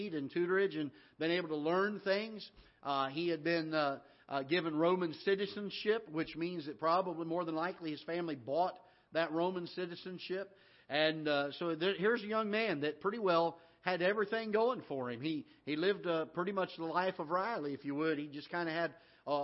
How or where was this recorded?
large echoing room